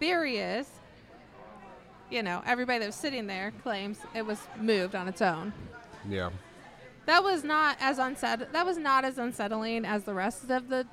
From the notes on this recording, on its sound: This episode is a special edition coming live from the ParaUnity Convention at Miami County 4H Fairgrounds in Peru, IN. We are joined by several guests from local investigation groups.